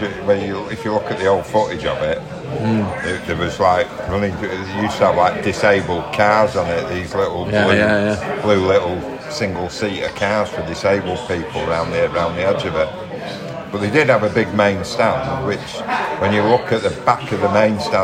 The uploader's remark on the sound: Chelsea Away (Stamford Bridge). Finish the podcast off on the walk home from the mini bus. Hopefully, the sound is ok as this had to be recorded on our phones.